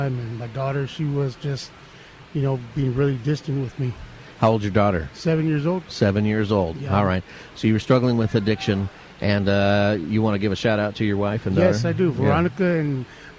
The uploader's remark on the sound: Live from the Union Rescue Mission. Frying Turkeys at URM!